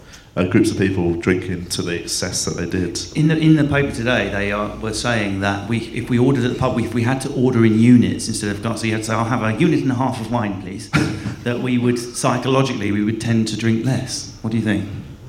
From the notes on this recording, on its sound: Edinburgh Festival Special. Recorded at Edinburgh Festival.